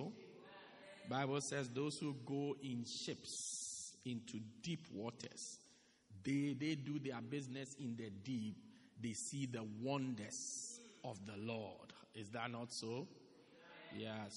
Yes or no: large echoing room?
yes